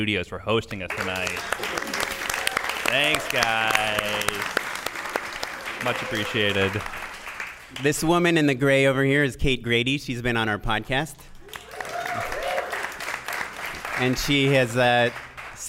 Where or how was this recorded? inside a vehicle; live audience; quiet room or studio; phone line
live audience